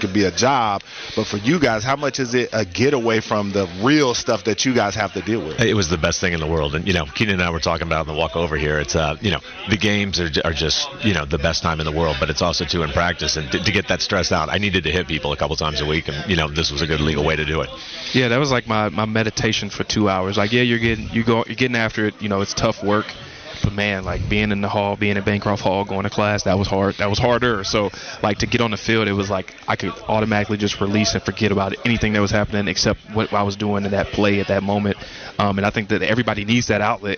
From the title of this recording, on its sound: Live From Radio Row at Army/Navy